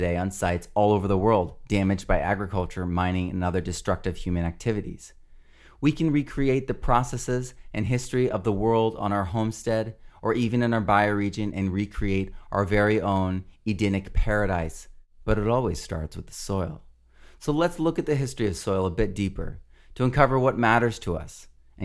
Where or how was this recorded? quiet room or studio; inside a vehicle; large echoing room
quiet room or studio